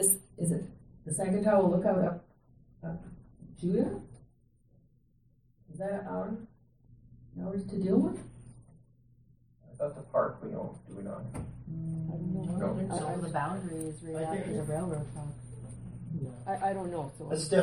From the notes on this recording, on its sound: Audio recording of the February 27, 2017 Regular Meeting of Peace River's Town Council.